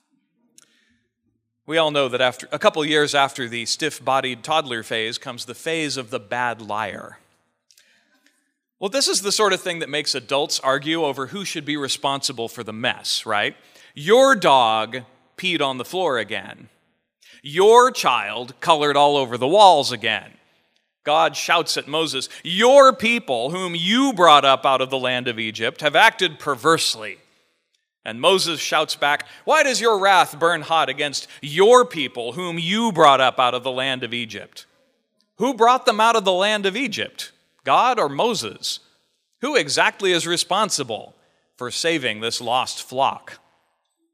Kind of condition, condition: setting, large echoing room